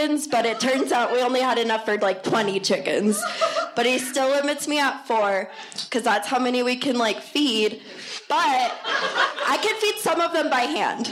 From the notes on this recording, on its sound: Recorded Live at Comedy Works, Denver.